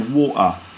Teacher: in London, you get the glottal stop, which is where they don't pronounce the T. So in the word water, someone with a sort of strong London accent would say water.